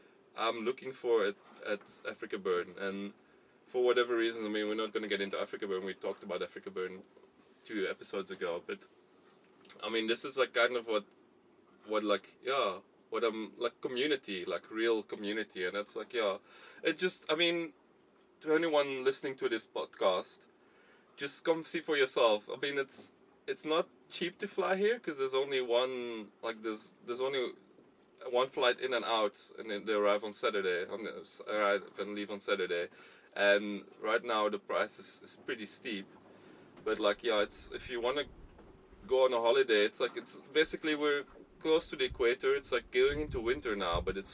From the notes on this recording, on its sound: Recorded while at anchor at St Helena. Our 31 foot (9.3 meter) long boat. The specs of our little sailboat, a Morgan 31.